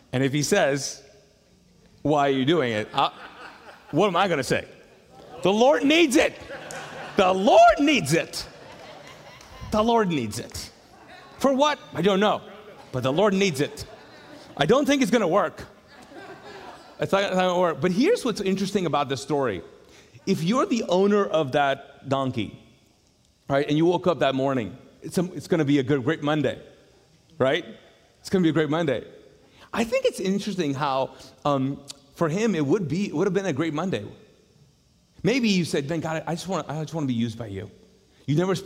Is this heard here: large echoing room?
yes